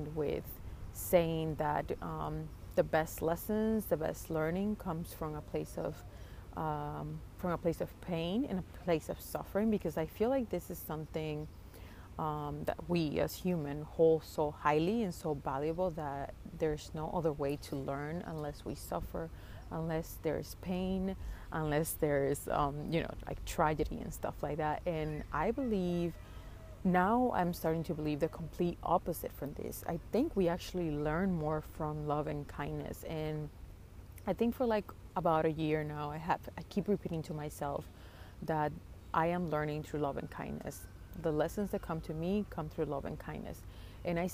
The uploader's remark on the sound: Today’s episode was a very spontaneous one I recorded while sitting by a tiny lake near my house.